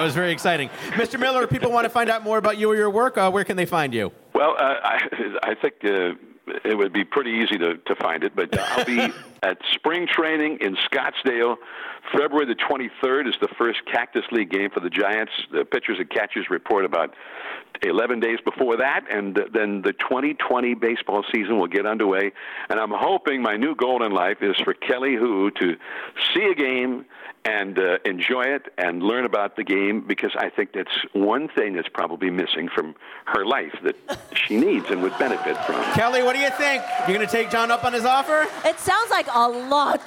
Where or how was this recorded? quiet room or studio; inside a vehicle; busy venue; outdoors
busy venue